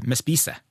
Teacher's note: så hørte du at jeg ikke har noen R i presens. Jeg sier ikke 'vi spiser'.